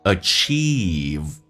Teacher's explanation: achieve 长元音嘴角咧到极限